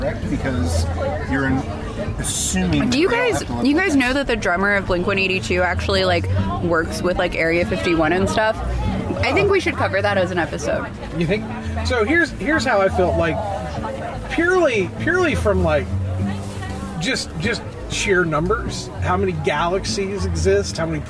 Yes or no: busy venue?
yes